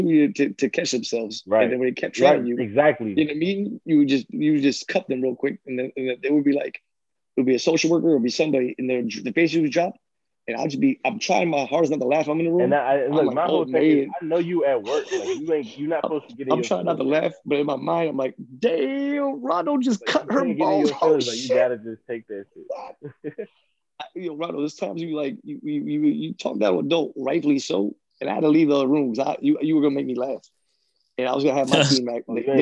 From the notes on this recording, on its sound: ZOOMCAST